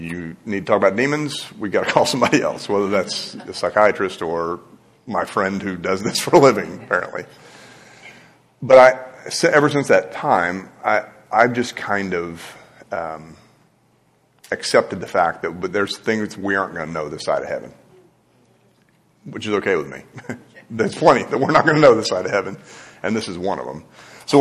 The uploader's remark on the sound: This podcast is a recorded version of a live class here at Christ United. 3101 Coit Road, Plano, TX.